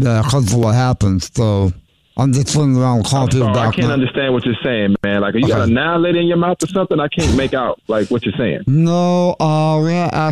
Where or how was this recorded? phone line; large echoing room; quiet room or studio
phone line